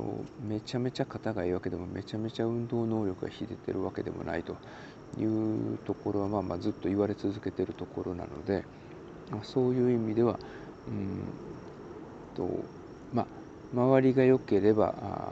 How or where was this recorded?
outdoors